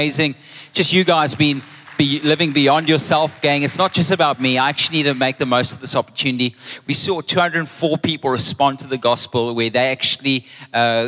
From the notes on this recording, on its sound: Recorded live on Sunday the 16th April 2023